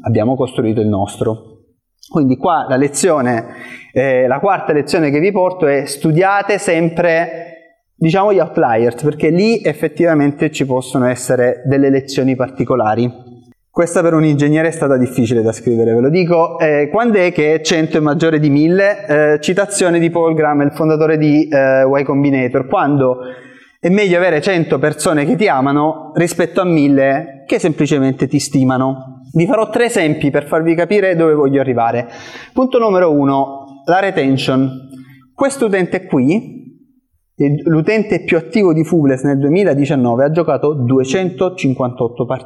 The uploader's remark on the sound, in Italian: Questo è l’audio del meetup che si è svolto a Roma il 20 aprile 2023.